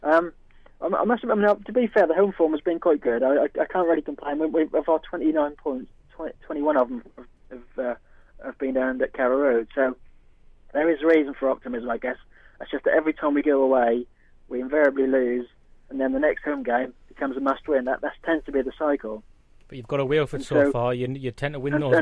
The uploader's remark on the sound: We are joined on the phone.